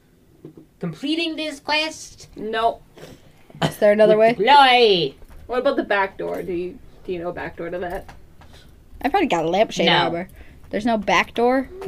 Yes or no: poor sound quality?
yes